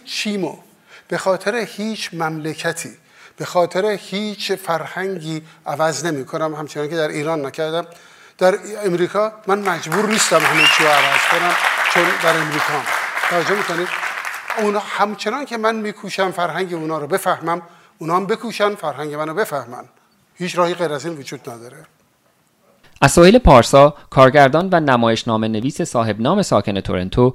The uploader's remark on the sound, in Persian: این اپیزود که آخرین اپیزود فصل اول رادیو دستنوشتهها خواهد بود، نسخه صوتی مستندی است که با همین عنوان بر اساس اجرای زنده پادکست در جشنواره تیرگان ۲۰۱۹ تورنتو ساخته شده است.